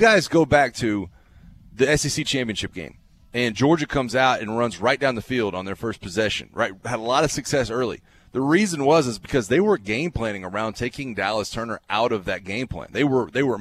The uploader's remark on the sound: Broadcasting live from Five Iron Golf in Midtown.